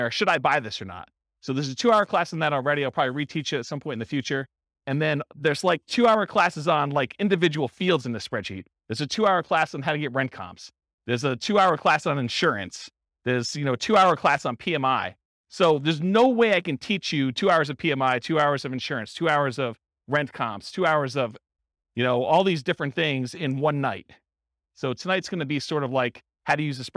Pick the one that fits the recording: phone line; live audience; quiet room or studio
live audience